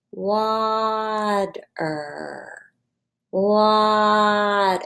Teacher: Water has that ER sound at the end. We can't hear the E. We just hear the R.